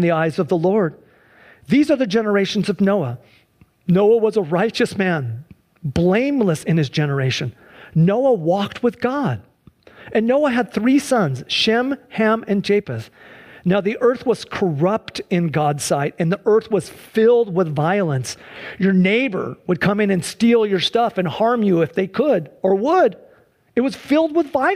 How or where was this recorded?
large echoing room